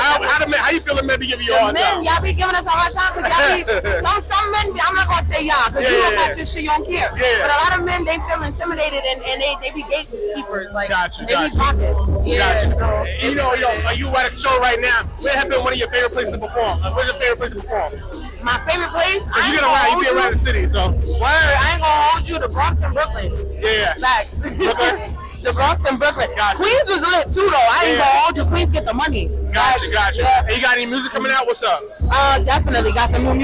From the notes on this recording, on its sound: live at the Military Grind Ten Tape Concert